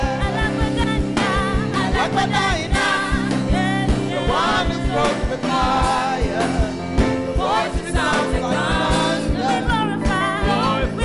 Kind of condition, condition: setting, large echoing room